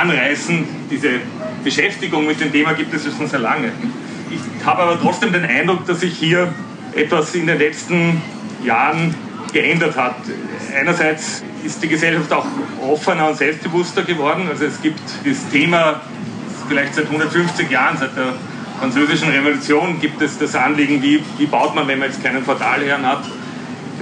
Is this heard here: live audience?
yes